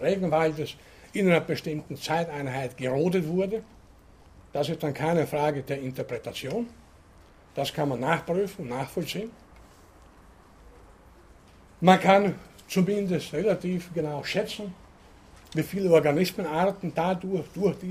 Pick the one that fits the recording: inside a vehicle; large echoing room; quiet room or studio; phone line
large echoing room